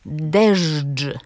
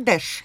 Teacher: Otóż, jeśli chodzi o tę formę dżdżu, mamy tu dawną, czyli odnotowaną w tekstach w XV i w XVI wieku, formę dopełniacza rzeczownika, który brzmiał deżdż. Mówię to nienaturalnie, bo chcę, żeby państwo usłyszeli, że tam były spółgłoski dźwięczne ż i dż. Ale ostał się deszcz, czyli bezdźwięczny.